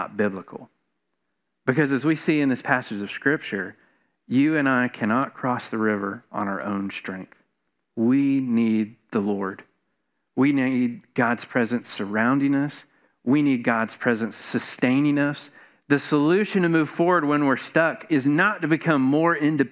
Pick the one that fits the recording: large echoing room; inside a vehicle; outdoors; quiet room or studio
large echoing room